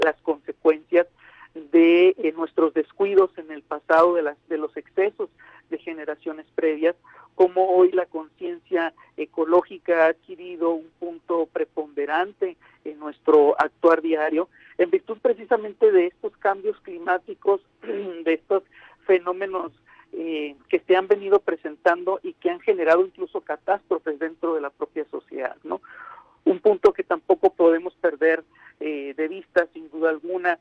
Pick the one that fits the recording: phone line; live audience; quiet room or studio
phone line